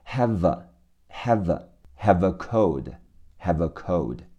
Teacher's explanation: 听力和口语中 have 的 v 和后面的 a 要连起来